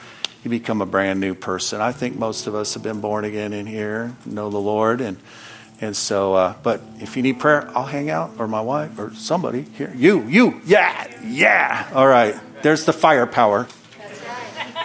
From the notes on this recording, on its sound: from the Wednesday service on August 2, 2023 at Harvest Bible Church in Stockton, CA.